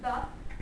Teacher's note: the sound ba is bilabial because we have the two lips